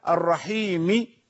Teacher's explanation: أعطيه جزءا من الكسرة عند الوقف. بسم الله الرحمن الرحيم، ثلث الضمة، لا أكملها الرحيم، وإنما صوت ضعيف الرحيم، صوت ضعيف بالروم.